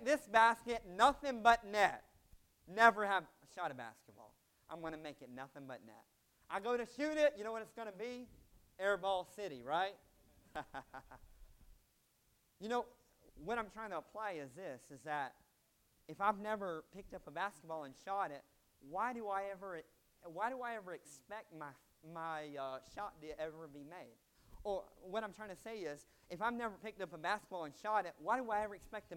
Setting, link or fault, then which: setting, large echoing room